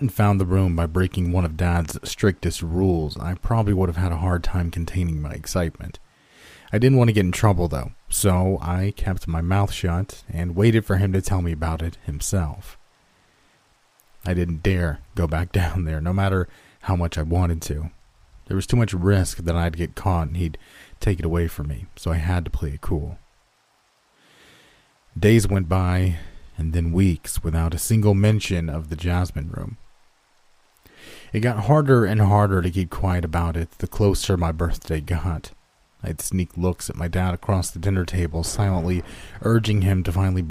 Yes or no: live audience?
no